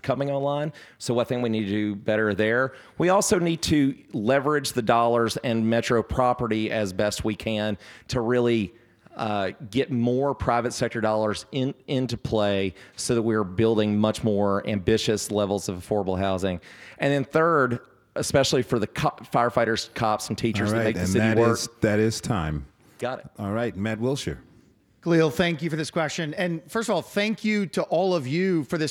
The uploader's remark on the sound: Seven candidates took part in the forum, which was held at the Honey Alexander Center in front of a live audience.